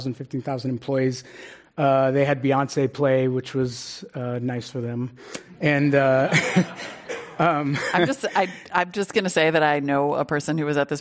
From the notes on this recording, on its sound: This program was recorded in front of a live audience at The Commonwealth Club of California in San Francisco on September 10th, 2019.